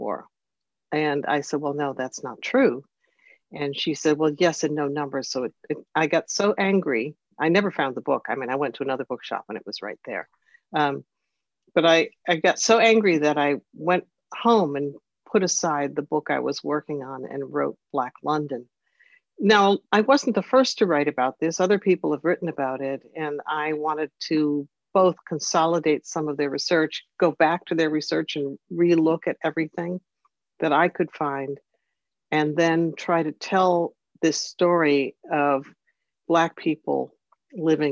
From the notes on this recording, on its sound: by Zoom, for today’s Austen Connection podcast